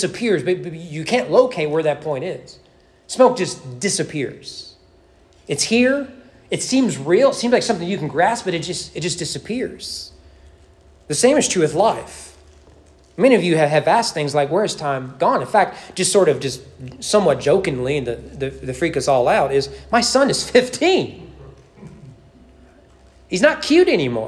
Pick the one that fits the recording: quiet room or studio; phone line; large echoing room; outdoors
large echoing room